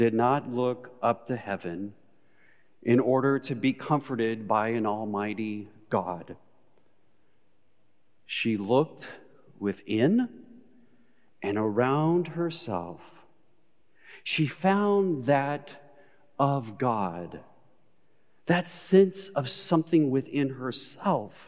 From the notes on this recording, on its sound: Recorded live at Beatitudes Church in Phoenix, AZ